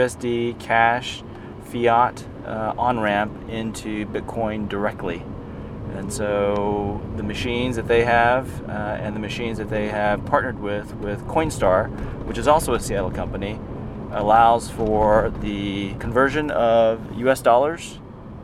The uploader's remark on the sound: We are actually in the car. Driving together and doing windshield time together recording.